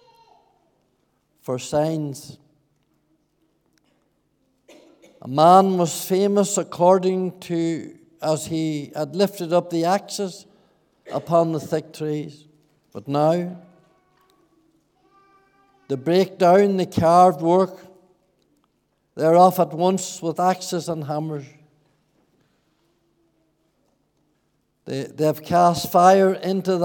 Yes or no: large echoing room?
yes